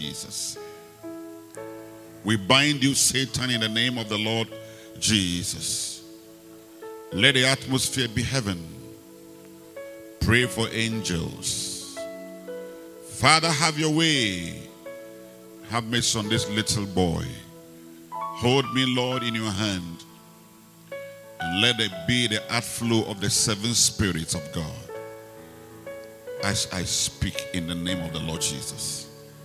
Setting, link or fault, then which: setting, large echoing room